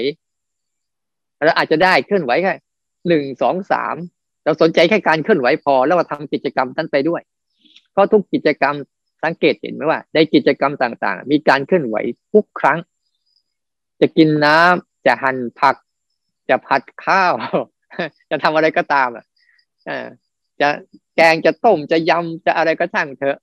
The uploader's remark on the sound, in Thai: คอร์สออนไลน์ (ผ่านโปรแกรม Zoom)